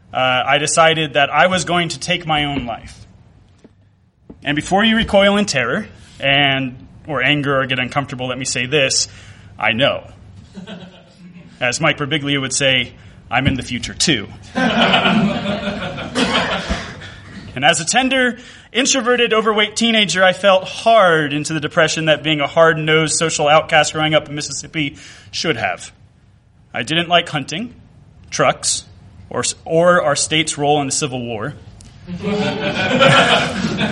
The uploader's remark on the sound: This one comes from the 2014 Chicago Nerd Comedy Fest and holds the distinction of the latest ever we recorded this show.